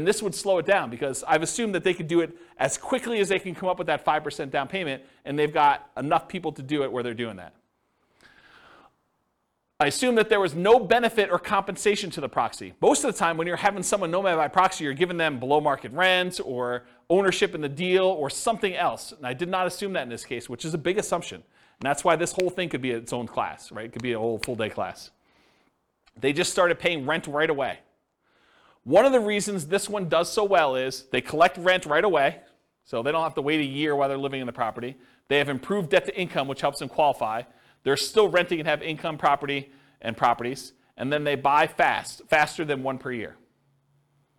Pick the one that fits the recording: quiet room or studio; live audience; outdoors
live audience